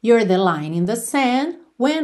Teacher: Sand, percebe que você não ouve a letra D.